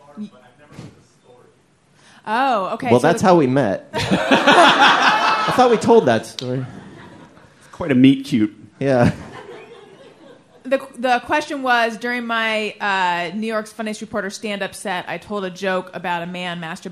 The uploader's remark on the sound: Live from Podfest. Live from LA Podfest.